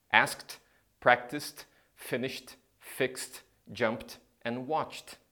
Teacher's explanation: When the sound is not voiced, like in ask, practice, finish, fix, jump, and watch, the ed ending sounds like a t sound.